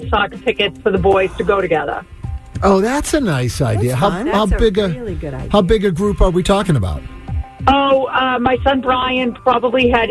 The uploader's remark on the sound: The MAGIC listeners called in with their graduation gift techniques.